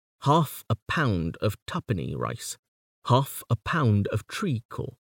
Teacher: these lines each have four stresses, making it a tetrameter, with a regular alternation of stressed and unstressed syllables.